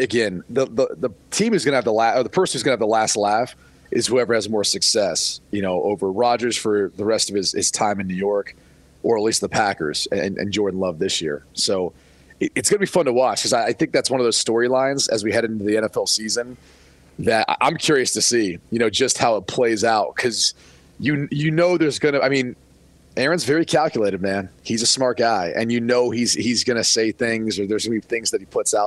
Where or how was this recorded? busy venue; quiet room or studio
busy venue